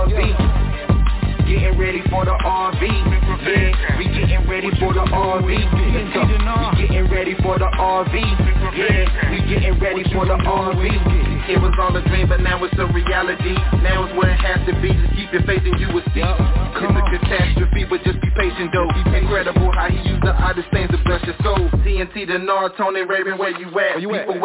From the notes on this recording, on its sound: TNTSuperfantastic Conference Call